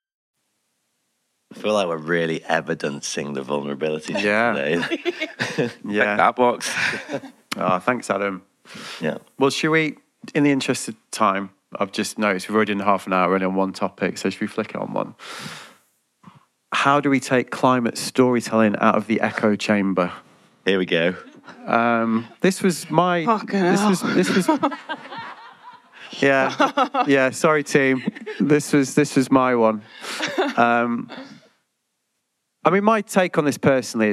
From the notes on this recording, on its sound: A special live episode recorded at Kendal Mountain Festival 2023. This is the recording of a live panel discussion in front of a crowd.